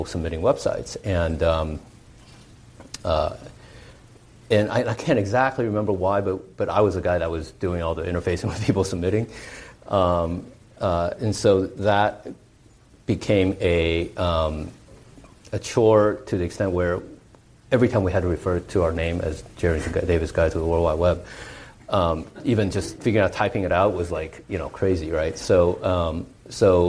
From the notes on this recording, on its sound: He was interviewed in front of a live audience in San Francisco.